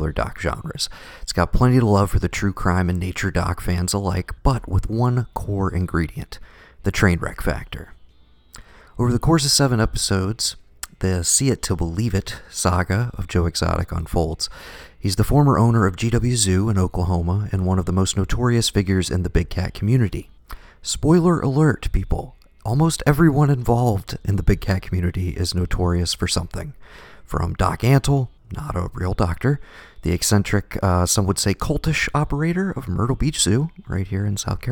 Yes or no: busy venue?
no